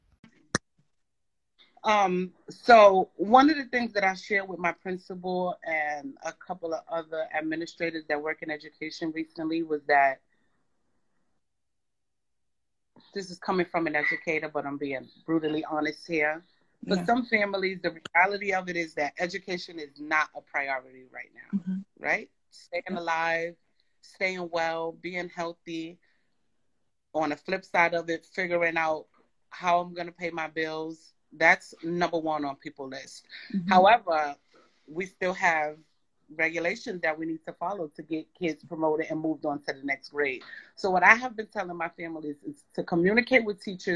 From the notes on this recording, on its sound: On an IG Live